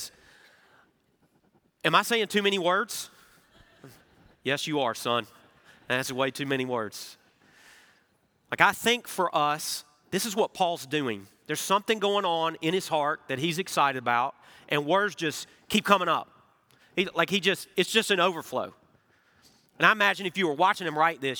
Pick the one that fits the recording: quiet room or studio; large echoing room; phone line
large echoing room